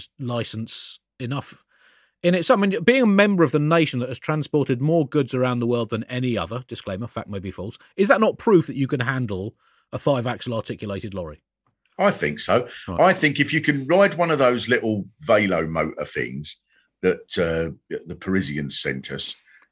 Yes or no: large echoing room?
no